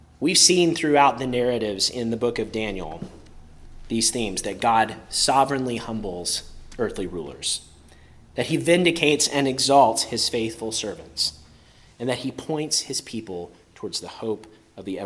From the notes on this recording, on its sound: preached at Christ Our Savior Baptist Church on Sunday, May 7, 2023